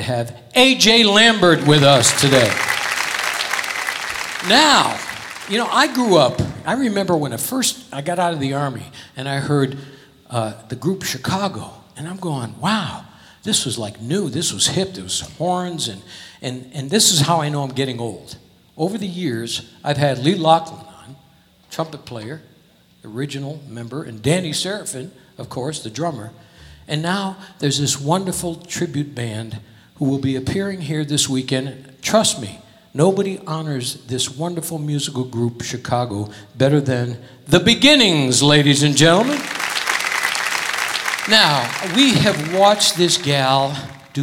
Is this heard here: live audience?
yes